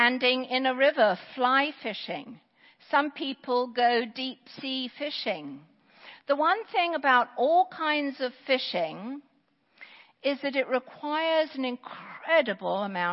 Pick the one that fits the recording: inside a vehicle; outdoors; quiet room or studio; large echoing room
large echoing room